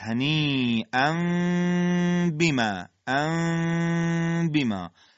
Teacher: خود میمم در نزد حرف با اخفا میشه و اخفاءات هم دو حرکت غنه دارن · Term: اقلاب